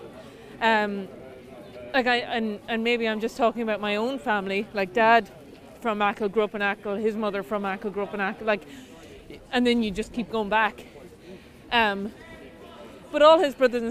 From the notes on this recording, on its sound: Recorded during a climate action march in Dublin on 9 December 2023.